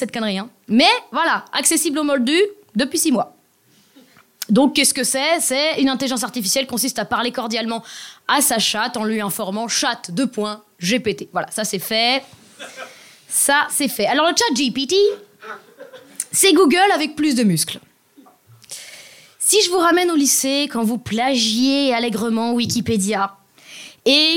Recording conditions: live audience